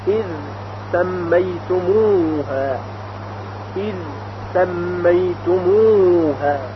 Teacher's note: وقتی که زال به حرف سین برسه باز هم ادغام نمیشه